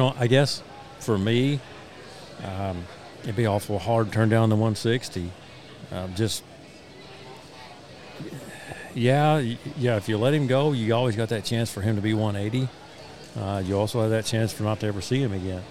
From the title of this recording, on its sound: On-Site at the 2023 Illinois Deer and Beer Fest